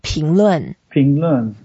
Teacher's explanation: 论 is that fourth tone, so we go down.